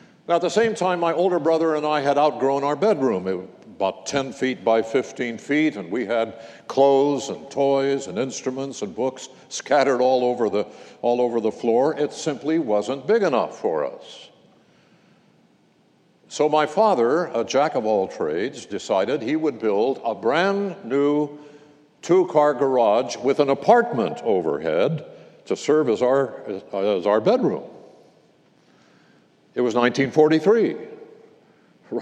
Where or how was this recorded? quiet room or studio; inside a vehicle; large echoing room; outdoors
large echoing room